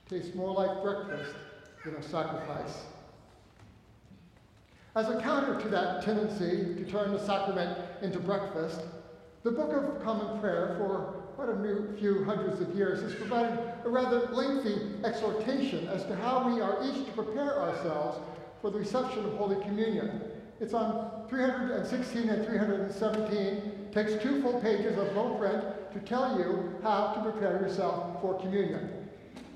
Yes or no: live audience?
yes